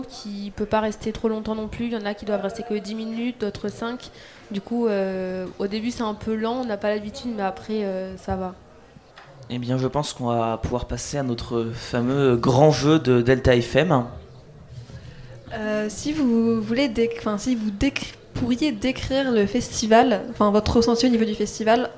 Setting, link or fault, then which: setting, busy venue